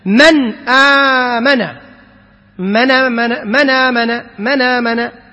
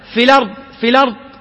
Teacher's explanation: تنقل حركة الهمزة إلى الحرف الذي قبله. مثلا: من آمن، من آمن، من آمن، من آمن. · Term: النقل